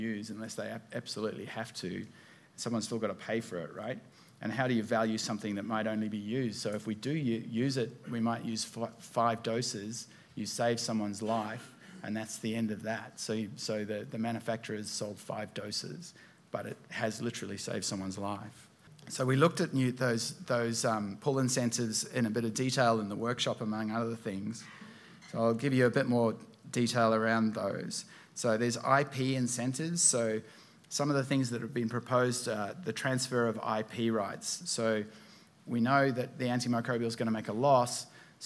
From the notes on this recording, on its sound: This week our podcast takes you to a keynote presentation. At the DMTC Conference in Canberra.